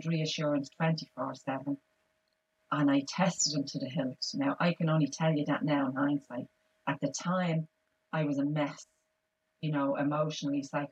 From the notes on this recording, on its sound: apologies for the poor sound quality had some technical difficulties